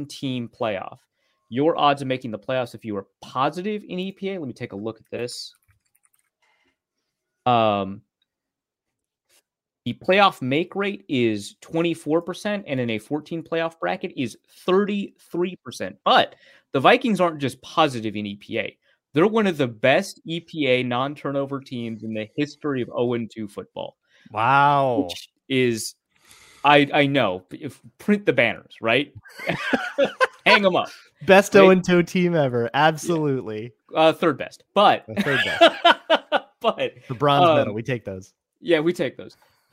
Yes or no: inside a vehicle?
no